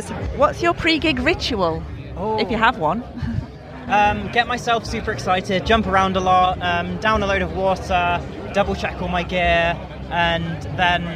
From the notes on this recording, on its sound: We are back with our 2nd live interview from Bloodstock Festival. Played a great show on the New Blood Stage.